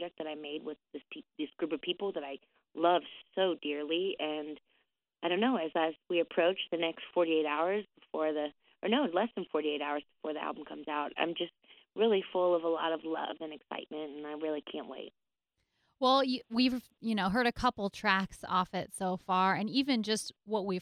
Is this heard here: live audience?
no